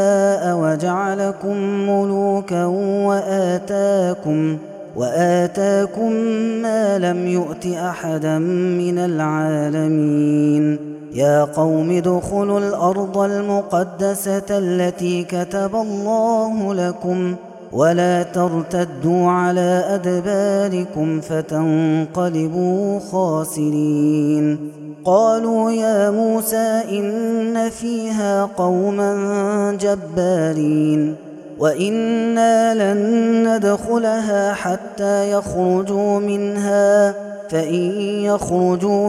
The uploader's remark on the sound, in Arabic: هذا التسجيل من صلاة التراويح